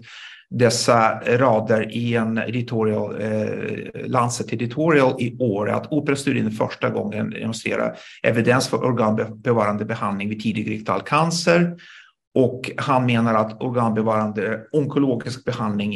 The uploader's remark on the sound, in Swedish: Ljudinspelningen från SOF:s webbinarium